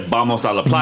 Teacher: b and v are the same in Spanish, pretty much, depending on where you go.